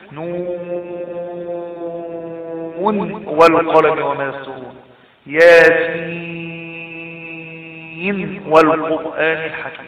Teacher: يجب إظهار النون عند الواو بعدها